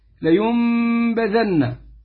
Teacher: كلا لينبذن في الحطمة، لينبذن، طبعا فيها النون الساكنة بعدها الباء فتقلب ميما